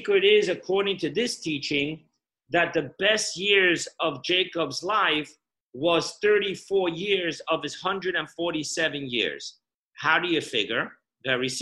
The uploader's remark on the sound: Parsha Zoom Class.